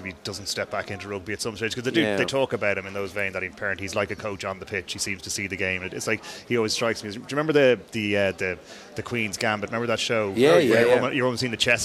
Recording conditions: busy venue